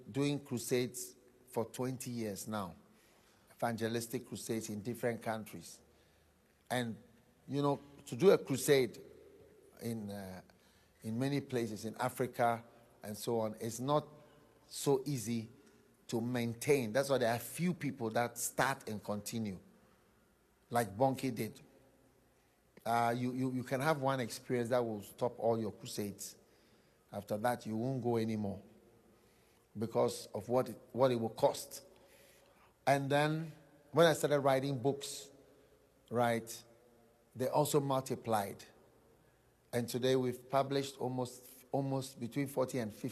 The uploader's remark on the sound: Preached at the Breakthrough in Ministry Conference, Pittsburgh- Pennsylvania, USA.